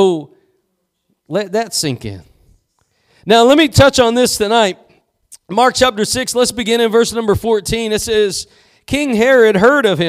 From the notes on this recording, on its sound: Preached at Gospel Lighthouse in Bossier City, La.